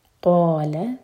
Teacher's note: قال قاف ہیوی لام لائٹ اور قا دو حرکہ، لا ایک حرکہ